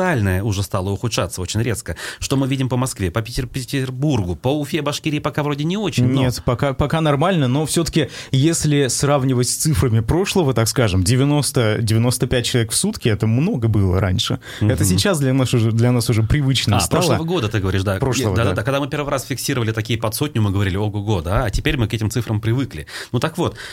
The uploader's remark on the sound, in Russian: По телефону